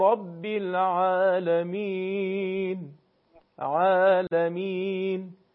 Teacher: اگر فتحه یا الف مدی داشته باشه، این الف مدی به صورت درشت و پرحجم تلفظ نمیشه